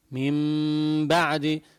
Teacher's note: ما بقول ميم بعدي، لا، إنما ميم بعدي ميم بعدي، فبتطلع الميم مخفات وتظهر غنة مقدار حركتين